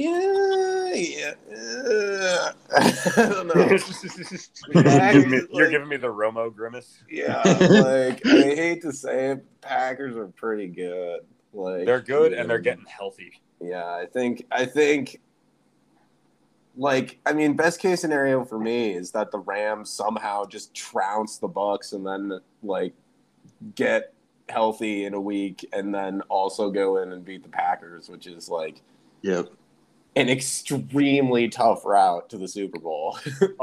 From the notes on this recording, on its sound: Naturally we spent a smooth 27 minutes talking about that, of which maybe 5 minutes were good audio.